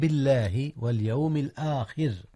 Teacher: ترقيق الراء في اليوم الآخر يا أستاذنا، حيث وقعت مكسورة